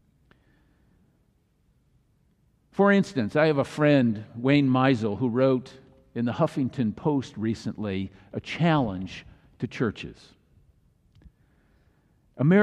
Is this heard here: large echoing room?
yes